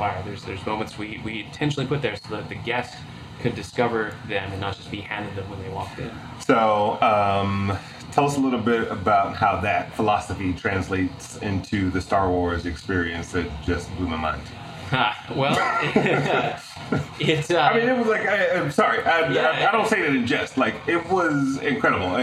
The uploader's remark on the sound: Courtesy of Disney's IMX Lab, and recorded live at the Disney Accelerator.